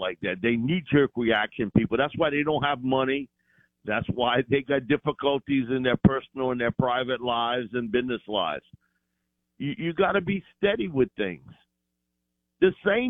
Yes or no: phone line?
yes